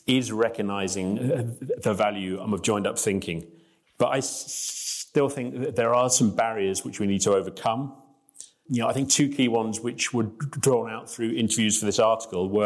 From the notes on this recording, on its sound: This episode was recorded in front of a live audience at the Royal College of Physicians and Surgeons in Glasgow.